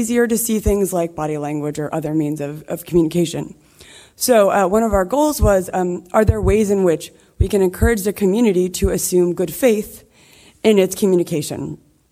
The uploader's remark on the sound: We're at the recent "Scaling Bitcoin" conference for another one.